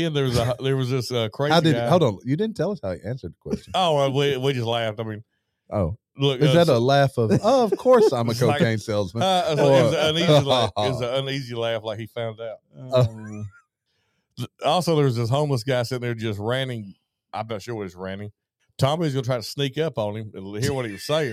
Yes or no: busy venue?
no